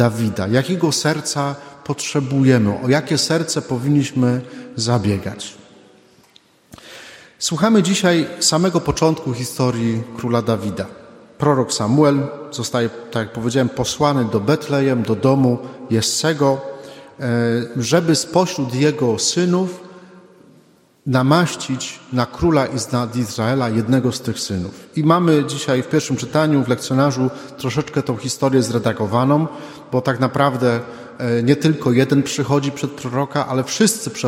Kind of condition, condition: setting, large echoing room